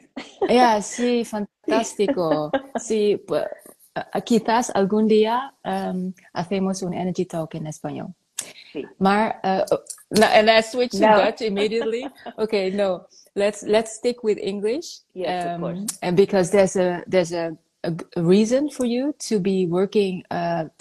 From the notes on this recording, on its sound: was recorded live on Instagram.